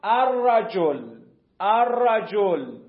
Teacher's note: ولی در ادغام متقاربین دقت کن اینجا بومد، اون حرفه تبدیل به حرف دومی نمیشه، اصلا حرفی به حرف تبدیل نمیشه، توی تلفظ تبدیل میشه الرجل الرجل. لام و را، لام و به شیوه را داریم میخونیم